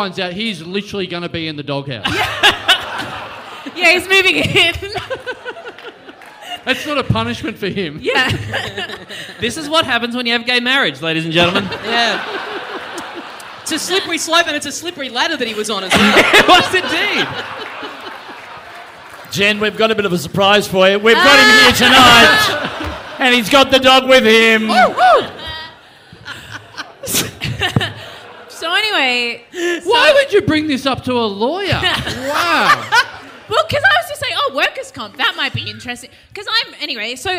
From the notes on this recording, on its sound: We got our biggest ever audience for an Adelaide podcast and all we had to do was move the show to Melbourne!